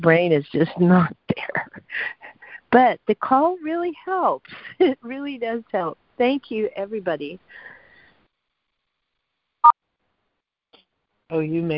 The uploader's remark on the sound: ACIM Daily Conference Call